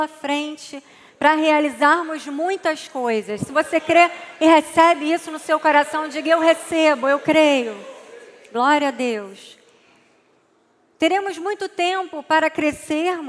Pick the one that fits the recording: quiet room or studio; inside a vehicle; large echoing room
large echoing room